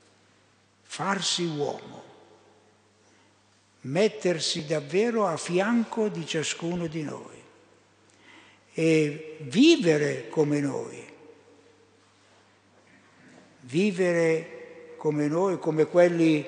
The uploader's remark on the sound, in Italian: Durante la Santa Messa solenne di Natale - ore 11.15 - Vergiate.